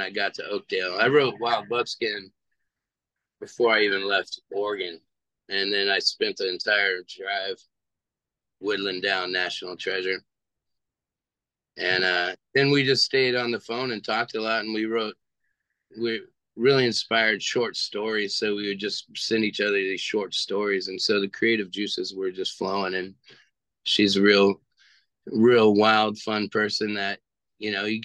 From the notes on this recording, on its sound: via Zoom